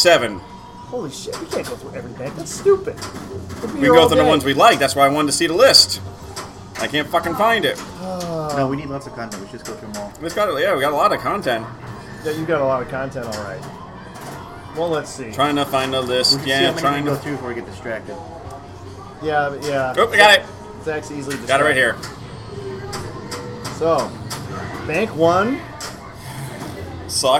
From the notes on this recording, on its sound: Live from the Silverball Saloon. Pinburgh 2019.